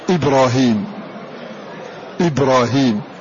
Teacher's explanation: فخم ورش الراء في كل اسم أعجمي وجد فيه سبب الترقيق